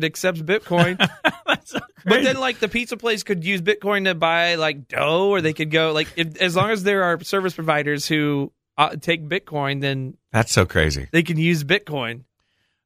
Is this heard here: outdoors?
no